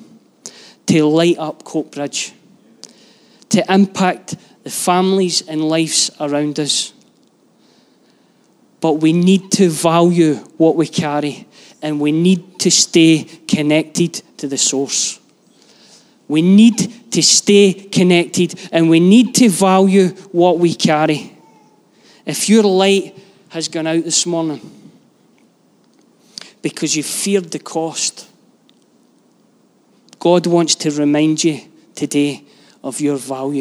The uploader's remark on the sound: Live from our Sunday gathering